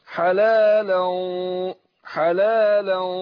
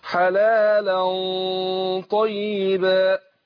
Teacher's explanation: مدة الغنة حركتين، بفخم الغنة نفسها